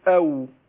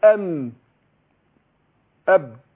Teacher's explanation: فالواو تخرج بانفتاح الشفتين والميم والباء تخرجان بانطباق